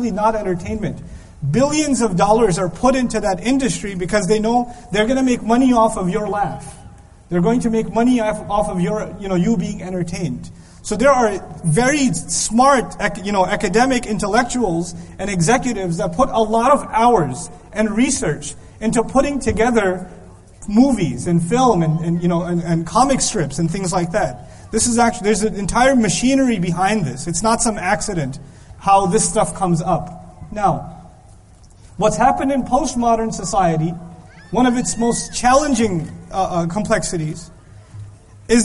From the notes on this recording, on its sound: This lecture was given in Qatar on February 6th, 2015.